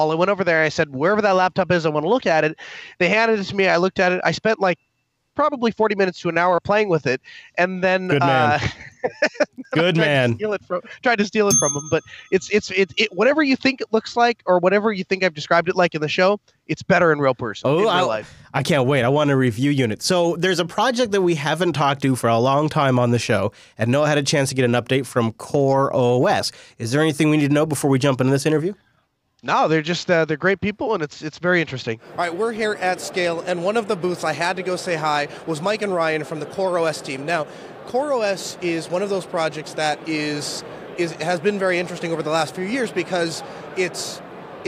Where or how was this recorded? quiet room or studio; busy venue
busy venue